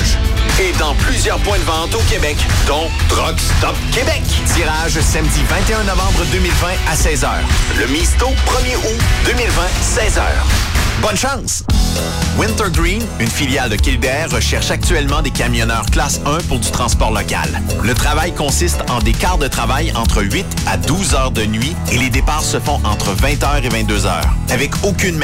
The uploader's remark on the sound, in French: en direct du Truck Stop Petit St-Hélène de Bagot